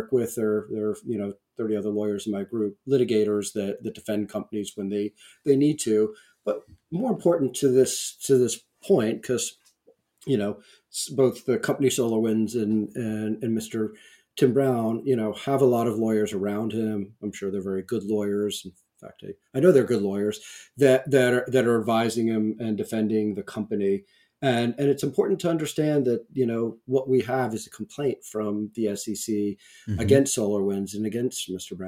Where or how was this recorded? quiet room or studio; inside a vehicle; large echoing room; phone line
quiet room or studio